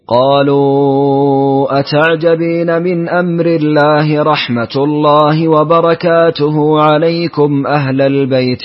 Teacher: اندرج معه ابن كثير وسط المنفصل مع إسكان الميم